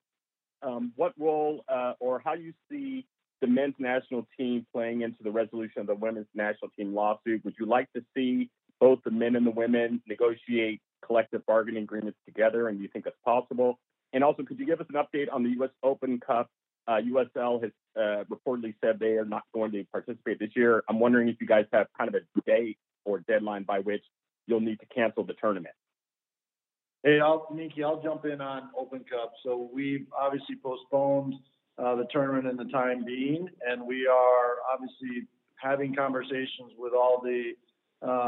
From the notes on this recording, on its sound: US Soccer Conference Call